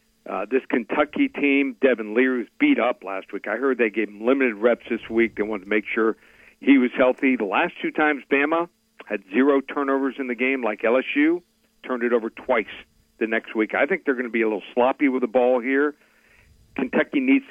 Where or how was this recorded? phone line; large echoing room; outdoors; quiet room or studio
phone line